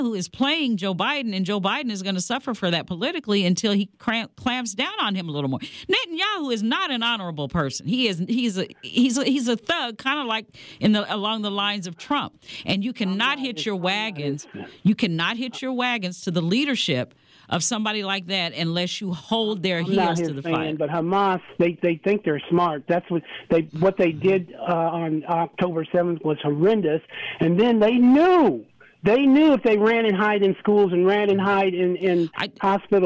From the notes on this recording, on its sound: A Full Show Of Open Lines Live On Community Connection!